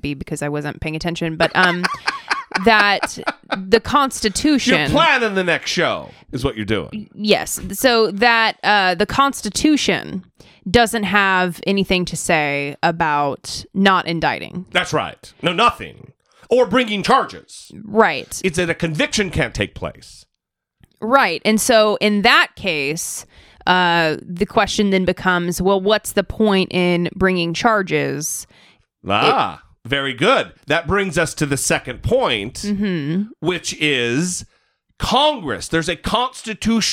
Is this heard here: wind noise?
no